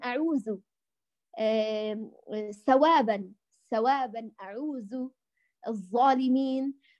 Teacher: في لهجتها يقولون حروف اللثوية يقرؤونها حروف بها صفير، فيقرؤون الثاء سينا والذال زايا